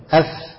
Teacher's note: من الشفة السفلى مع الثنايا العليا. أف رقيقة من زلق اللسان زلق الشفتين. · Term: الفاء